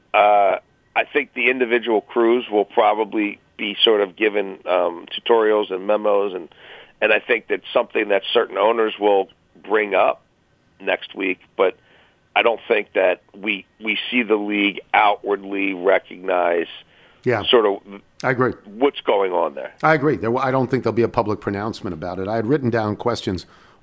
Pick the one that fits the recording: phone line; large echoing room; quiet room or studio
phone line